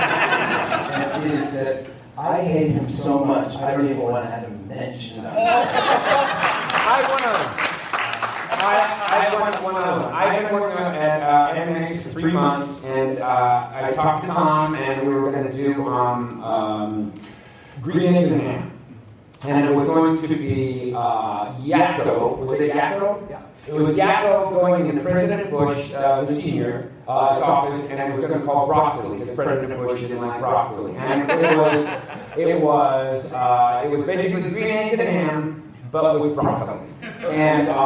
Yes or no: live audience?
yes